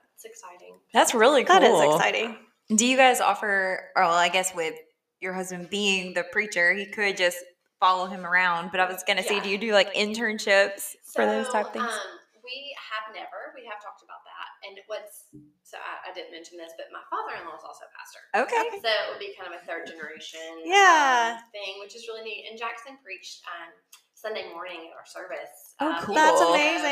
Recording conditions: poor sound quality